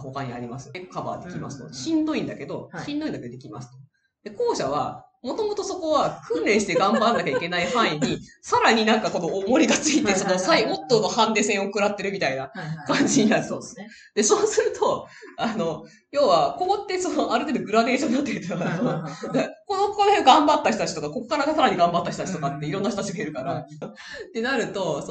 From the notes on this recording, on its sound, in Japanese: 今月音質が非常に悪いです！すみません！